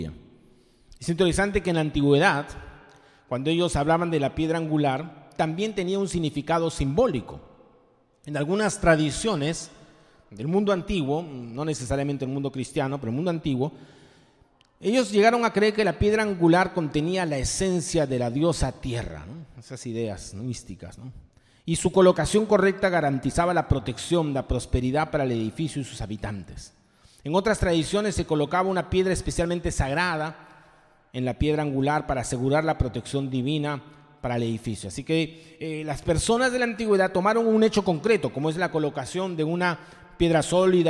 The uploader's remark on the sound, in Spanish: Presentado en vivo el domingo 15 de enero de 2023. Mariscal Sucre 317, Barranco.